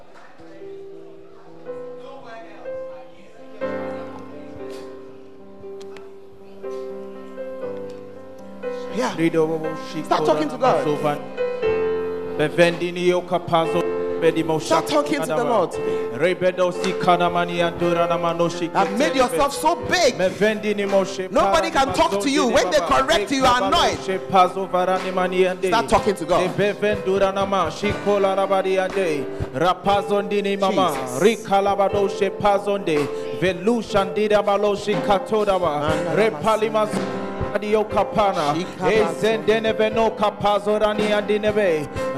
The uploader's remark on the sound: Preached at the First Love Center, Ayeduase.